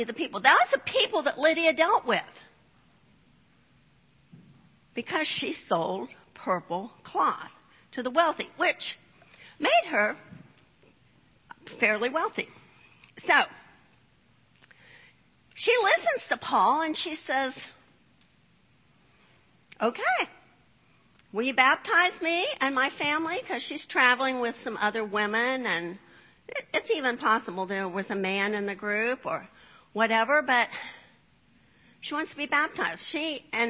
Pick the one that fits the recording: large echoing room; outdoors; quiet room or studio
large echoing room